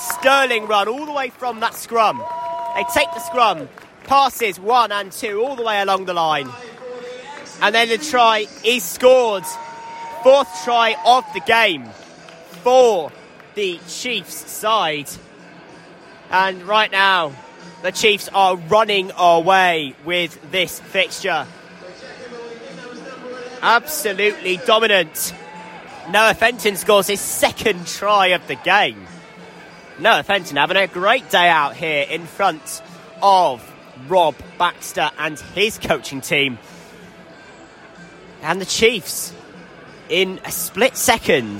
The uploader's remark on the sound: At Sandy Park for a friendly match. Live commentary from a freezing cold Sandy Park.